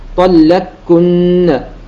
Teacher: سيكون فيها تشديدان تشديد الكاف وتشديد النون